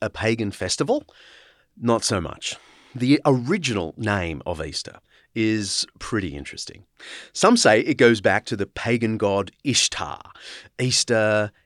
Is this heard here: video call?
no